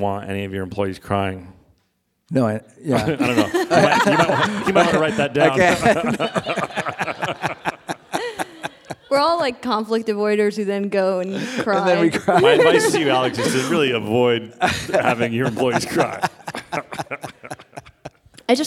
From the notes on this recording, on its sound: on stage at NYC Podfest